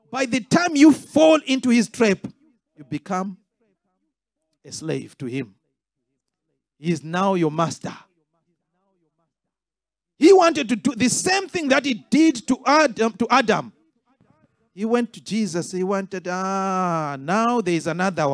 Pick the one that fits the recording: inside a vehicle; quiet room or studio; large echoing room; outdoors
large echoing room